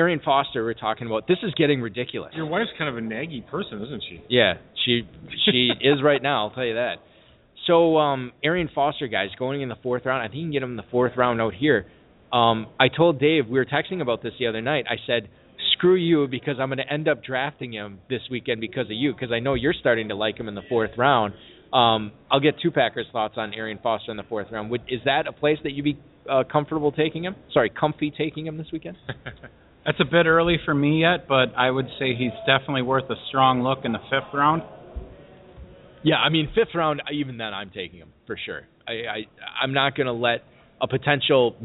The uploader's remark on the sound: LIVE in Louisville at the Kentucky Fantasy Football State Championship. Broadcast remotely live at the Kentucky Fantasy Football State Championship (KFFSC).